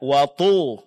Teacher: Nah, huruf to-nya lebih tebal ya, Pak. Watu. Kemudian huruf ra-nya tipis.